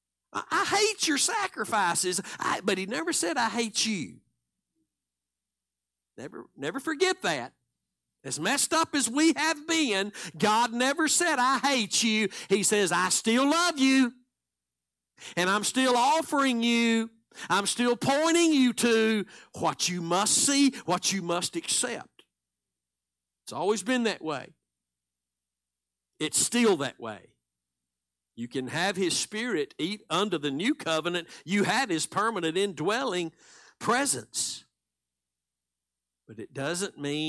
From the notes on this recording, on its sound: Live Sunday Morning Service